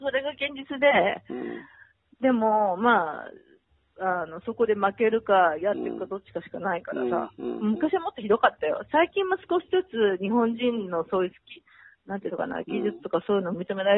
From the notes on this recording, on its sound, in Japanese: ニューヨーク電話インタビュー。